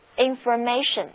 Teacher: 注意字母组合 or 不再发长的 o，而是读短的